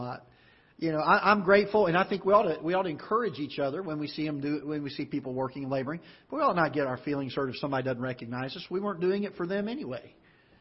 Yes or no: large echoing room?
yes